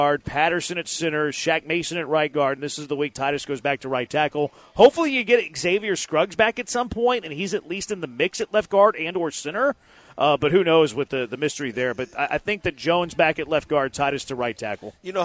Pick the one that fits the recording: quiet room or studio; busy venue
busy venue